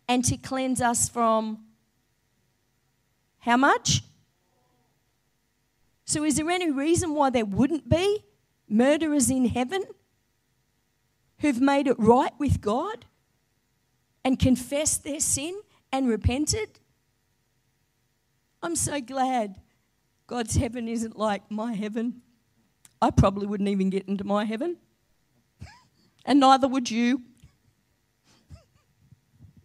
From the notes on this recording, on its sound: Live Stream of Destiny Church Atherton!